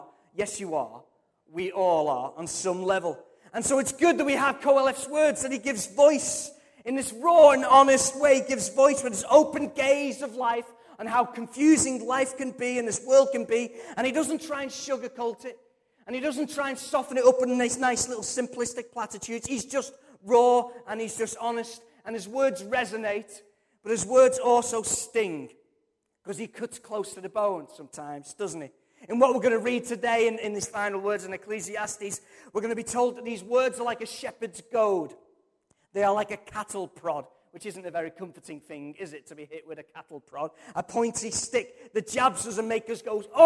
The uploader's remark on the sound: Recorded from our Sunday morning service